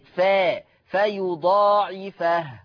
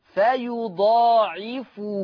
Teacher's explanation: يبقى حفص يقرأ بفتح الفاء، أما ورش عن نافع فيقرأ بضم الفاء